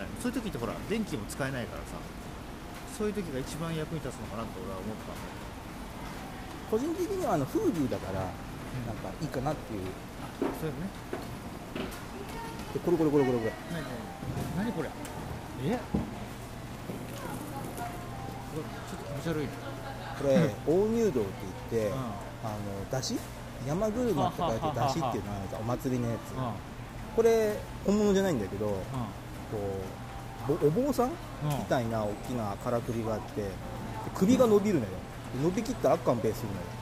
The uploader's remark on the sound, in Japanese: 三重県四日市。野外収録に臨みます。